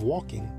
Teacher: All consonants were pronounced, while today there are many mute consonants, such as the L of walking